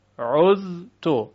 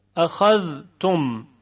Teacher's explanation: ادغام می شود زال در تا